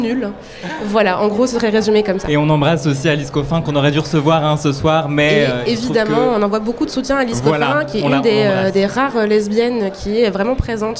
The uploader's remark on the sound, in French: Toute l'équipe du Lobby s'est donné rendez-vous une dernière fois au Dock B à Pantin pour une marche des fiertés radiophonique ! Trois heures d'émission, en direct, et en public, au Dock B à Pantin. Elles nous interprètent deux titres en live.